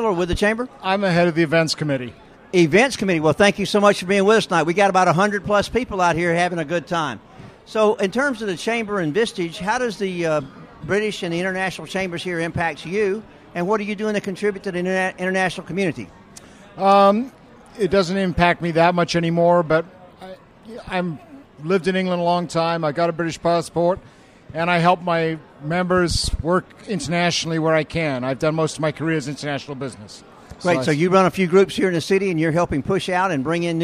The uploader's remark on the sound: This interview was recorded live at the International Euro Chamber After-Hours Business Mixer in Atlanta. Hosted by members of the Belgian, British, Swedish and Dutch business community in Atlanta, Georgia.